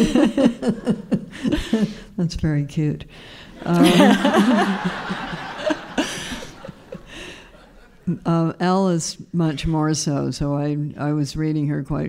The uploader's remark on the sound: This is the first episode of the New Yorker Fiction Podcast to be recorded in front of a live audience. It was taped at the Hot Docs podcast festival, in Toronto.